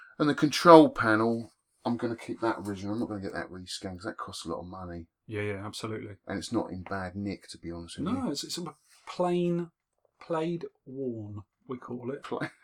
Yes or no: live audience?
no